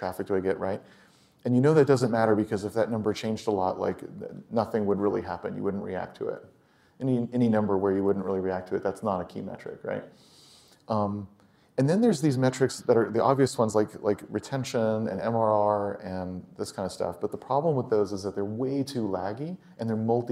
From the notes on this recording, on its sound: Recorded at a MicroConf Local in Austin. For a fireside chat at the WP Engine headquarters.